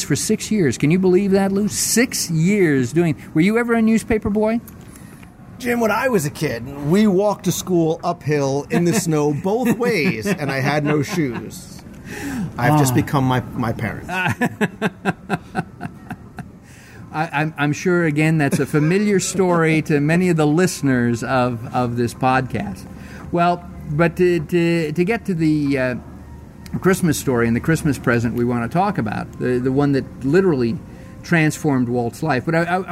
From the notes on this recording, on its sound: We're going to go live into the parks and seek out a little bit of Christmas now. We'll stop in to It's a Wonderful Shop at Disney's Hollywood Studios.